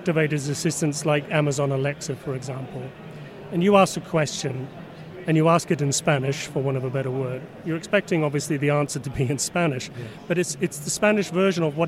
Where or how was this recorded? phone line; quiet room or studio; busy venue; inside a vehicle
busy venue